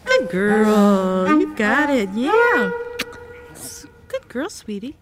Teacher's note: the melody was a kind of a rise fall